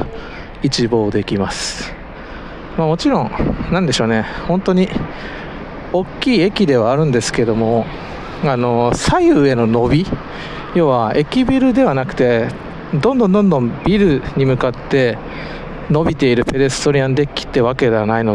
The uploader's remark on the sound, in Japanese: 基本はペデストリアンデッキを歩きながらのレポート音源を配信。今回訪れたのは…茨城県 水戸駅ペデストリアンデッキ!!